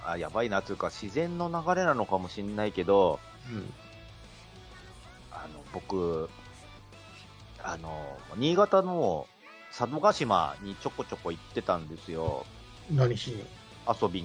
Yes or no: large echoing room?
no